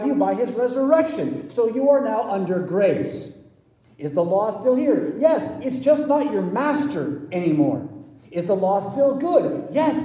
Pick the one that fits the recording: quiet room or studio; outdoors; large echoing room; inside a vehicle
large echoing room